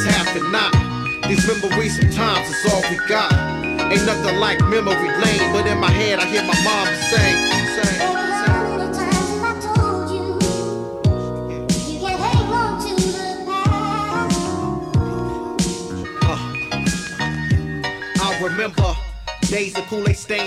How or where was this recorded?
busy venue